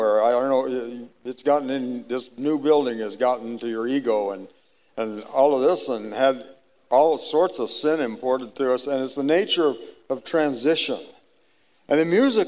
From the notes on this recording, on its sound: The audio in this episode was recorded on March 12, 2019 at the Acts 29 Heartland Spring Regional